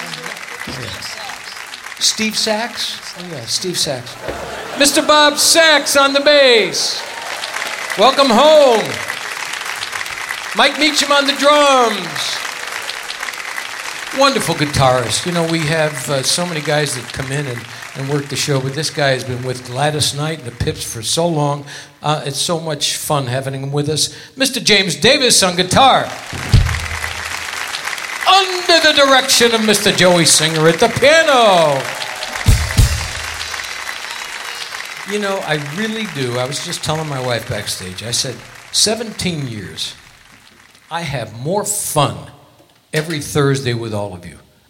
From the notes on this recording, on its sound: Live at the SouthPoint Casino